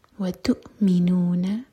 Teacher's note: تو پر حمزہ پر سکون ہے، حمزہ پر کٹ آف ساؤنڈ آئے گا